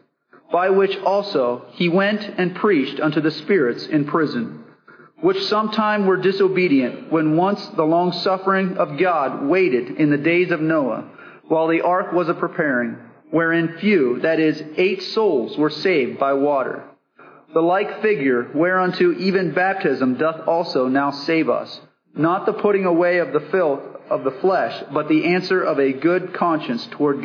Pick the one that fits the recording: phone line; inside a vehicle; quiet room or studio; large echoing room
large echoing room